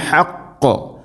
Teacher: ഹഖ് വഖഫ് ചെയ്യുമ്പോൾ ഖാഫിന് കൽക്കല ശരിക്കും നൽകണം, ശബ്ദുണ്ട്.